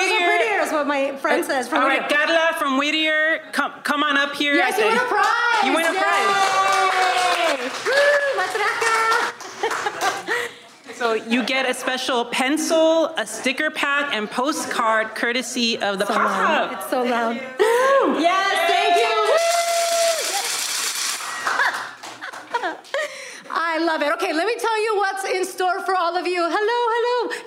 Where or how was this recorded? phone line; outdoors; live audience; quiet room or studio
live audience